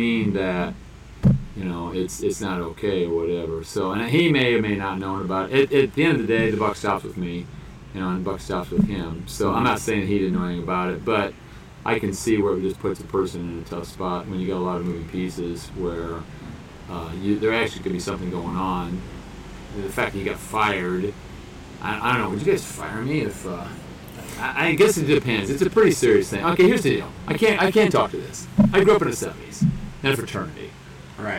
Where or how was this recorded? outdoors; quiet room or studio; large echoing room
outdoors